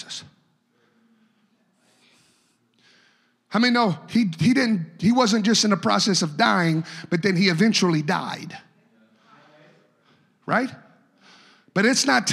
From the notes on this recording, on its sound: A service recording from Connect Point UPC.